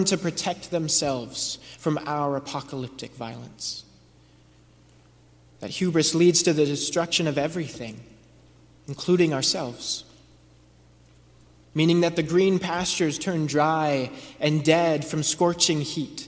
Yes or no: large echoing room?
yes